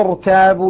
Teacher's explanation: الراء هنا لا ترقق لأن الكسرة التي قبلها ليست أصلية